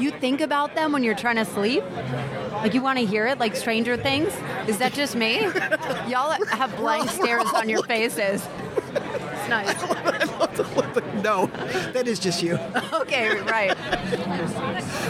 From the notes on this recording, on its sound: We're live from Podcast Movement in Dallas, Texas with a rockstar roundtable.